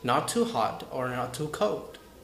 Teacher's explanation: when I have not finished speaking, my voice will rise, rise, rise, and then falls by the end of my speech.